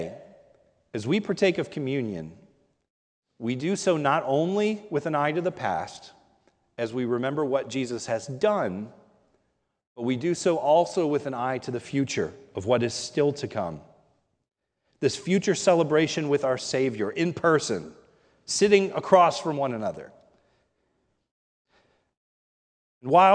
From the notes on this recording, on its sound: This is a sermon recorded at the Lebanon Bible Fellowship Church in Lebanon, PA during the morning service. Was preached on Communion Sunday.